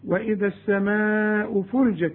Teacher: مد اربع حركات، السماء دي مد واجب